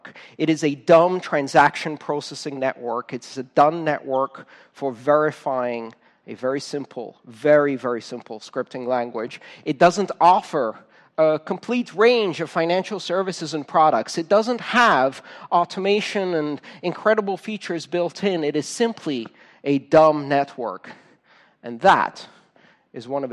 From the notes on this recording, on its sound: Talk recorded on January 27th 2015, at the O'Reilly Radar Summit "Bitcoin and the Blockchain" in San Francisco, CA.